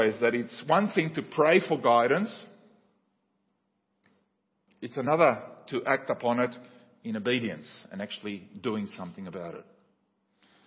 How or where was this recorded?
large echoing room